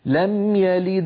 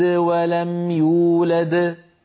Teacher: فالدال الأولى بعدها حروف فقلقلتها صغرى ولو كانت هي الحرف الأخير في الكلمة، يولد موقوف عليها إذن قلقلتها كبرى · Term: القلقلة